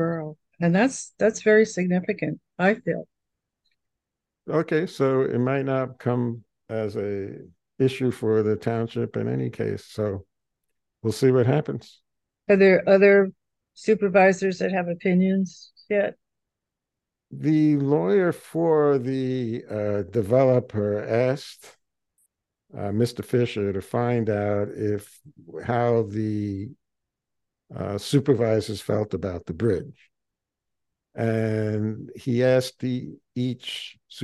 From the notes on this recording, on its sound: This discussion took place during the November 13, 2023, Meet Mack Monday Zoom meeting.